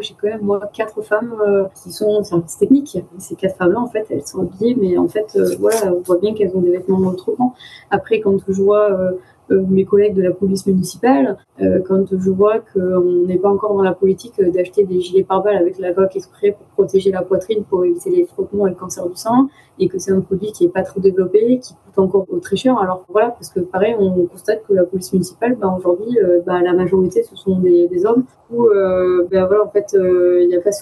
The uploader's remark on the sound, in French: On s'est donc donné rendez-vous en visio.